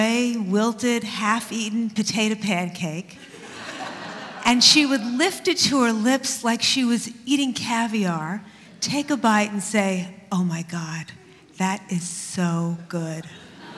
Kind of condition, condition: setting, live audience